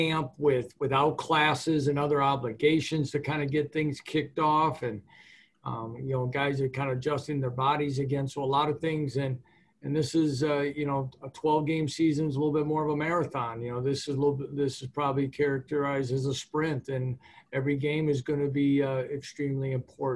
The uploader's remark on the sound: University at Buffalo Football media zoom chat